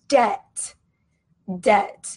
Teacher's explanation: Now remember this word debt, it has a silent letter in it. We do not pronounce this B sound. It is silent, okay?